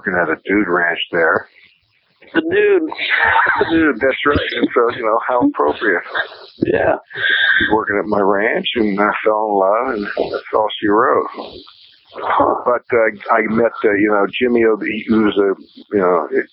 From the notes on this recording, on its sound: do this interview by phone